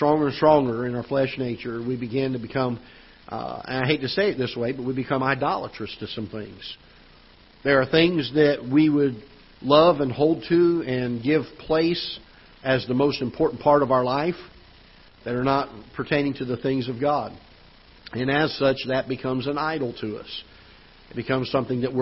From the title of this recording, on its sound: Ketha Heights Baptist Church ~ Live Broadcast